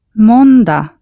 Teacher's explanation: All the days of the week end with a G, which is not pronounced.